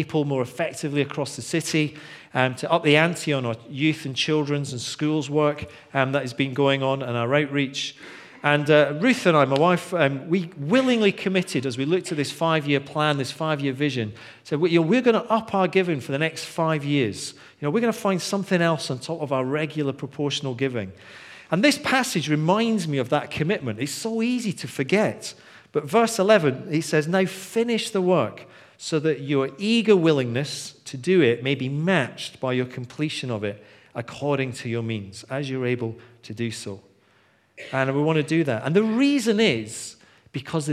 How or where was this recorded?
live audience